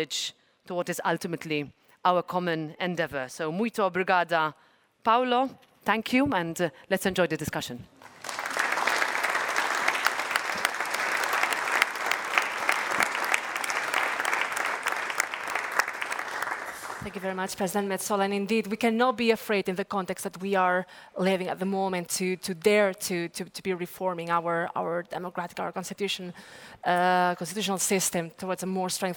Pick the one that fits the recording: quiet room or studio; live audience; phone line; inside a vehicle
live audience